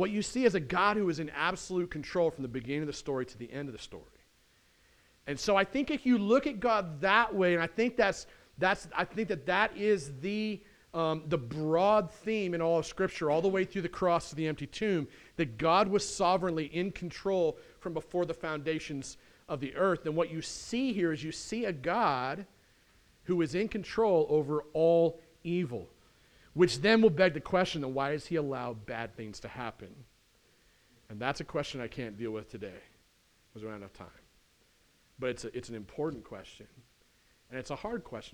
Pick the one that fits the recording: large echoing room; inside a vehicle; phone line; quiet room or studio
large echoing room